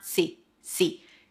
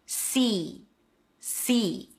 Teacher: It's an S sound and high E. Make sure it's long · Shown in: second take · so it's not see, see.